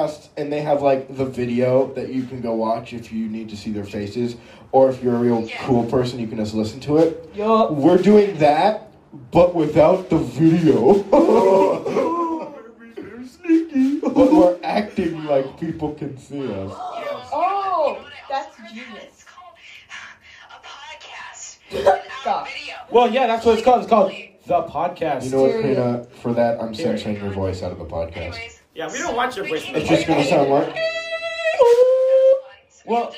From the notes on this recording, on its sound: enjoy the poor audio quality